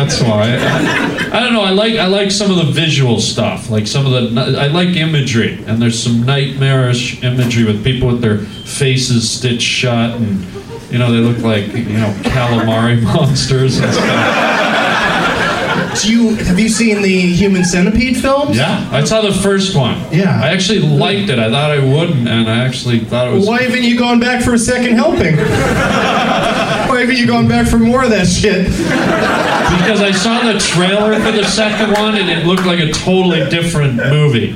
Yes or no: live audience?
yes